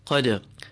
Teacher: We jerk the dal. Qad, qad. It's an upward jerk. · Term: qalqala